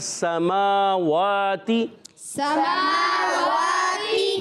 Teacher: मीम पर खड़ा ज़बर, वाव पर खड़ा ज़बर, दोनों को एक एक अलिफ खींचेंगे। देखें आवाज़ आएगी समावाती, समावाती।